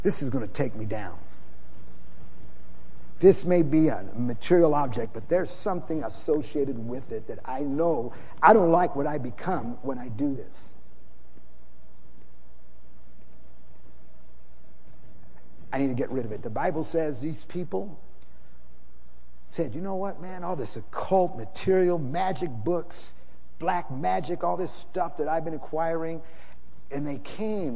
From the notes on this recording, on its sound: Preached in San Antonio TX OCTOBER 2006